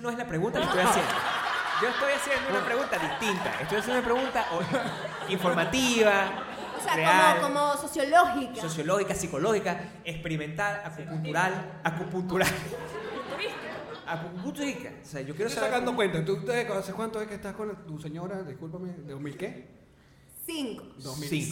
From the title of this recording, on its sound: Live in Miami, 2019